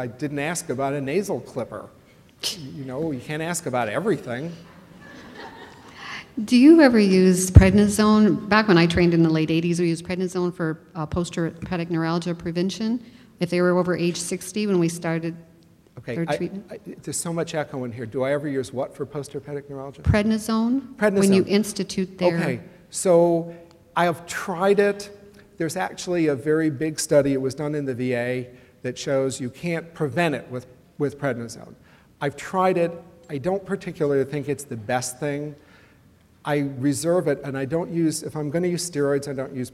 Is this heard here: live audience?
yes